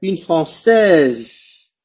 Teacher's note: Cuidado, se le agrega la E al escrito. Al pronunciarlo, la S se transforma en una Z.